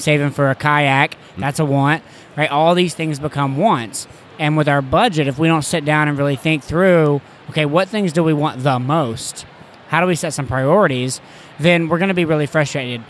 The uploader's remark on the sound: Here is another interview from my time at FinCon. On the conference floor.